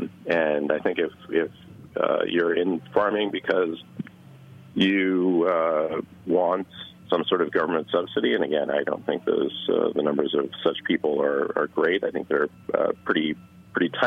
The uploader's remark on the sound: an intriguing phone conversation